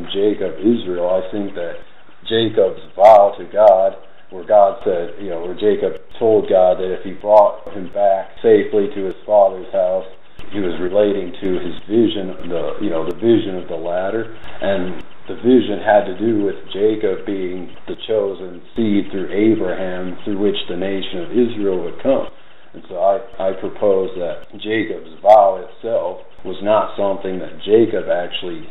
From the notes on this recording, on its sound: Unfortunately, the audio quality is poor. I tried to amplify it and remove noise.